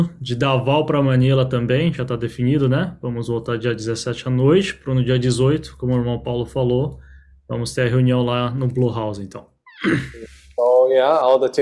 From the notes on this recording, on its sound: Sunday zoom Meeting